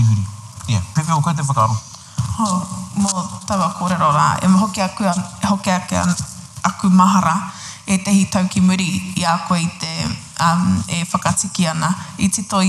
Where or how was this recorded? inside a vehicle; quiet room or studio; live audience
live audience